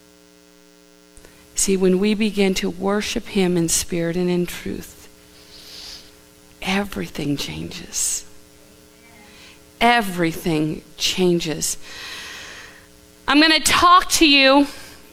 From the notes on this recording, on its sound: Live from The Summit Church in Dover, OH